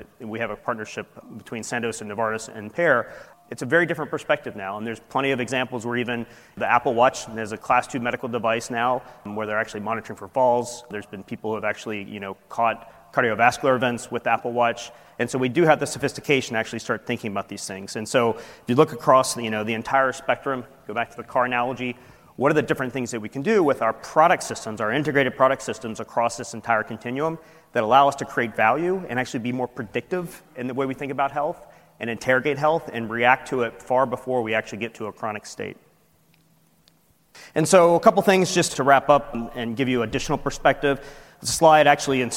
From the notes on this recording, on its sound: industry keynote recorded at the 8th annual Partnership Opportunities in Drug Delivery (PODD) conference